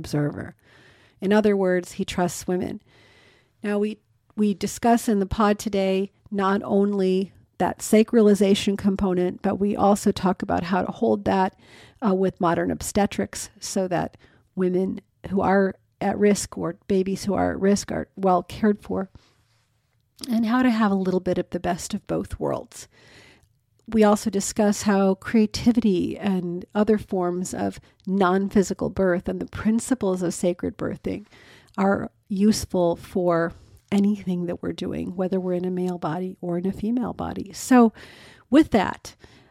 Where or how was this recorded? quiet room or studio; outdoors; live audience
quiet room or studio